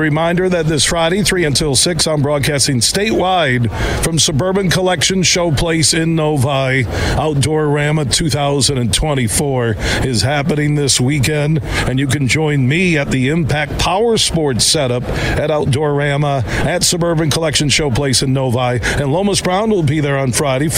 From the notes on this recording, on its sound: Live from the Toledo Golf Show at Sylvania Tam-O-Shanter